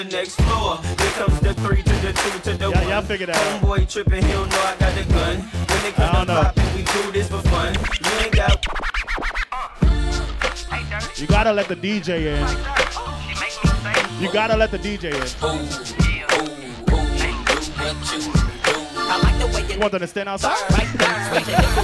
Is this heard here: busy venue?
yes